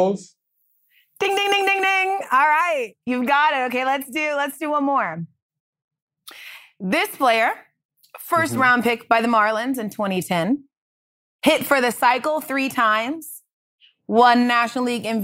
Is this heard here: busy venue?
no